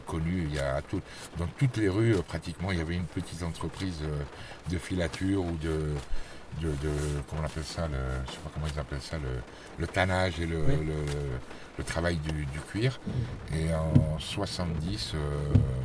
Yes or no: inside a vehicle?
yes